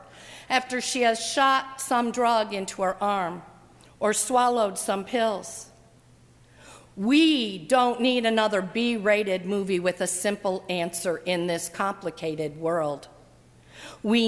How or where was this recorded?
large echoing room